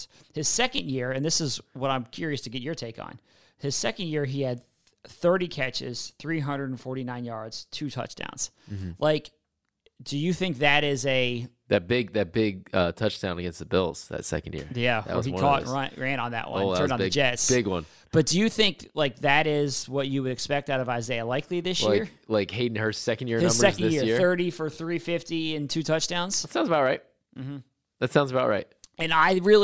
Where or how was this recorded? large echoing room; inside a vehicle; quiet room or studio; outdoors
quiet room or studio